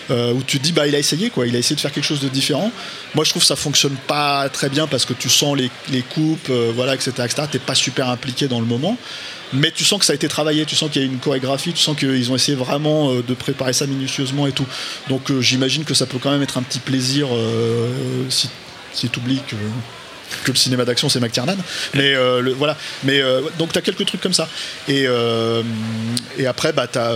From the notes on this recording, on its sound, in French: Enregistré le 17 janvier 2018 à La REcyclerie (83 boulevard Ornano, Paris 18ème).